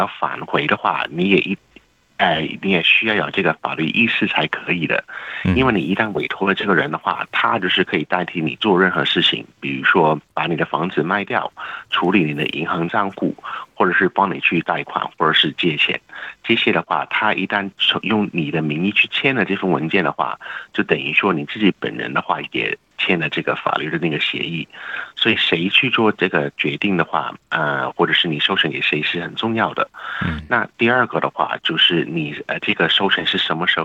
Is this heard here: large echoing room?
no